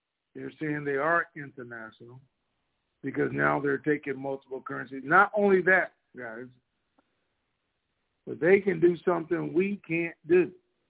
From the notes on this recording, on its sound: TNTSuperfantastic Conference Call